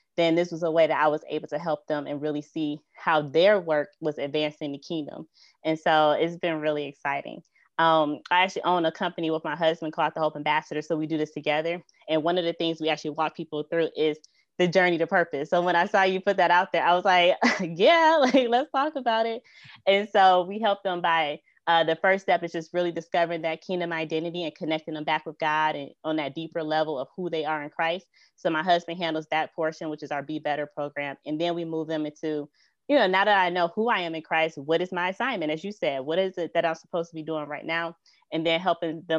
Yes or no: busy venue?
no